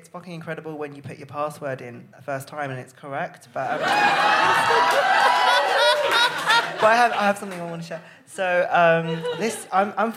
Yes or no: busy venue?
yes